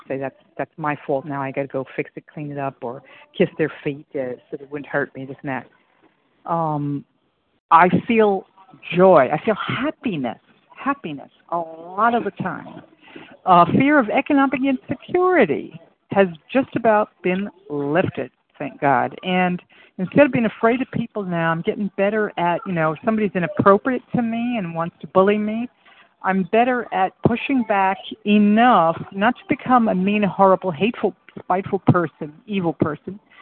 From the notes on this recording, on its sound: from the 100 Pounders Phone Meeting, 7/7/23